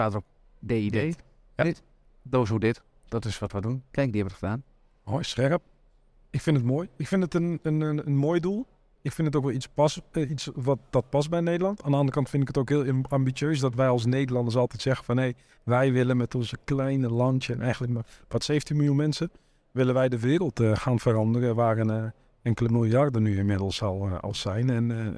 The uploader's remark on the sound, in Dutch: Live-uitzending vanuit Merckt aan de Grote Markt in Groningen.